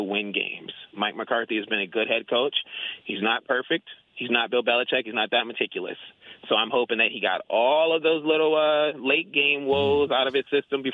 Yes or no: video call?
no